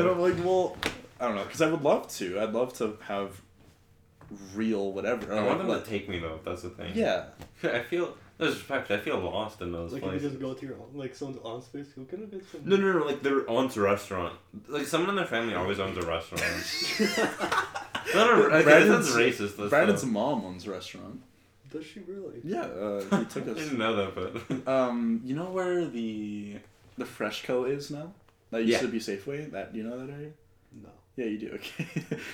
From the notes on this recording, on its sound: we record our first ever episode with one mic, a laptop, and three guys